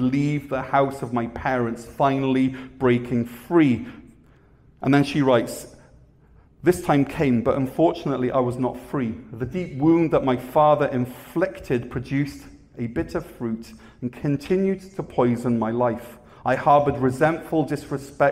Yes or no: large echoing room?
yes